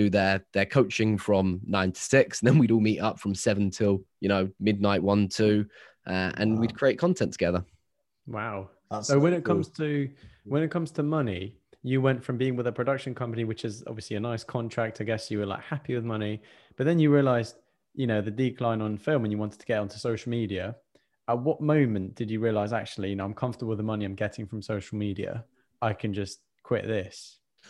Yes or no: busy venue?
no